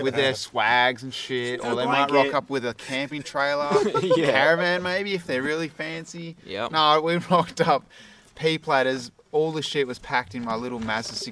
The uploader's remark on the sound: The second part of this recording out under the stars, alongside the river, in the wild. Camping.